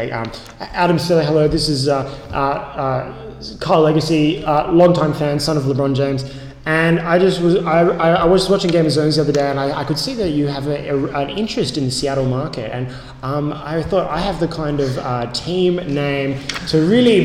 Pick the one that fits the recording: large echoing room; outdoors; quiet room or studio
large echoing room